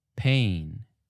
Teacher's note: You should see that when you say an aspirated P, like in pain, the puff of air from your mouth will move the paper